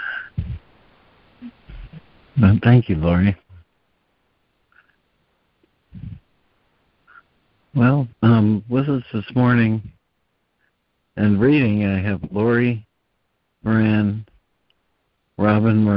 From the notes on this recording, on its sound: ACIM Daily Conference Call